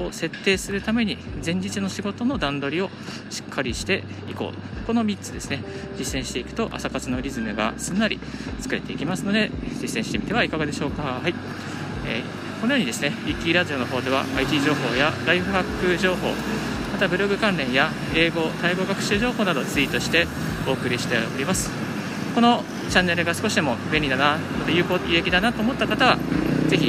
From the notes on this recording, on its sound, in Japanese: 歩きながらラジオ配信